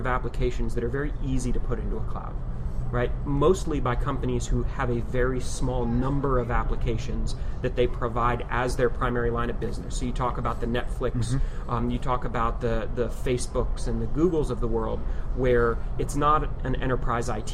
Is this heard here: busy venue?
yes